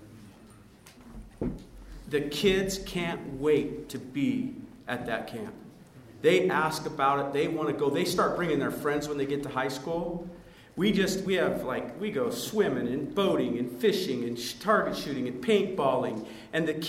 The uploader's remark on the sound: The following audio comes from the National Disciple Making Forum. The Relational Discipleship Network hosted a track.